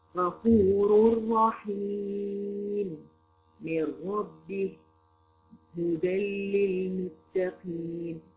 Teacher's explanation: مش هتسمعي فيه غنة النون خالص ولا كأنها كانت موجودة، الغنة كلها كلها غفور رحيم من ربه هدى للمتقين. · Term: الادغام من غير غنة